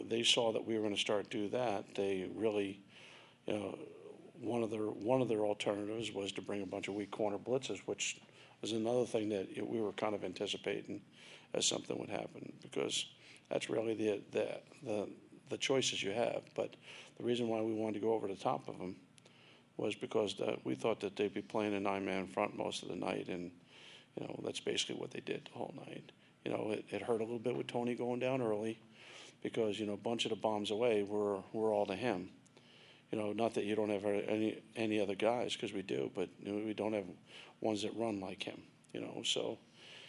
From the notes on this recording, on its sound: Press Conferences & Post-Game Interviews.